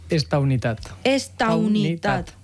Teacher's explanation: És a dir, que la U no és una U vocal. Esta U es fa el que es diu això, semivocal, no? Sí, deixa de ser en aquest punt una vocal perquè no és nucli de síl·laba, sinó que es queda com una part del diftong, una part complementària de la vocal tònica. · Es crea un diftong, au.